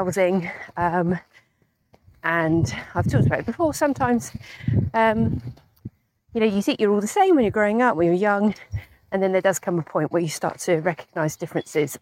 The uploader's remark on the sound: This was recorded while I was on a dog walk